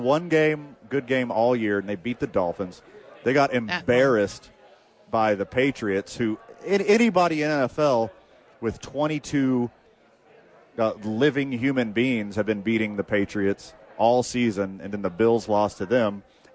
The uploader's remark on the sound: Live from Sadies at 4th Street for TNF.